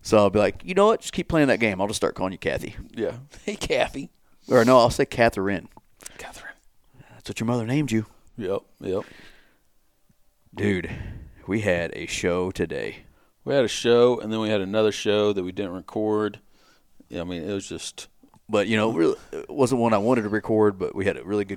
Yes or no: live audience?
no